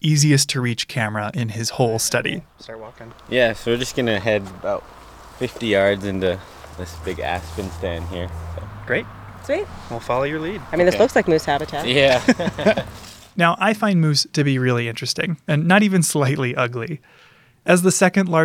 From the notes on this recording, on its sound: Car sounds. We are in the car. We're turning just before the road to the Two Med entrance. Going off the pavement.